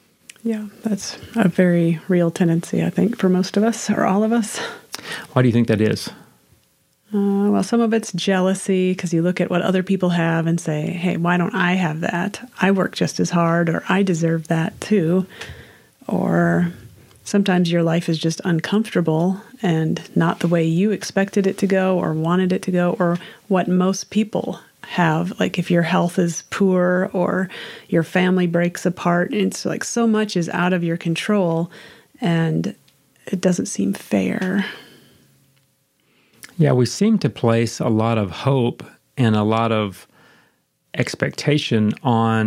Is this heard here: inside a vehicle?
no